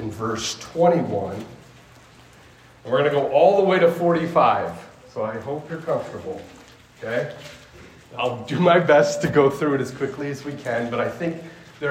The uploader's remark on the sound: This sermon was preached to a Junior High audience